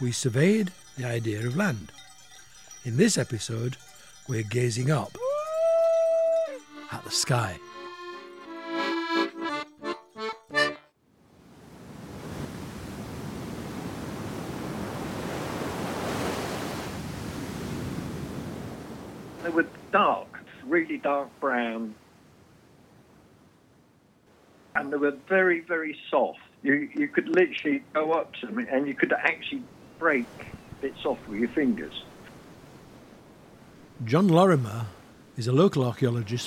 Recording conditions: outdoors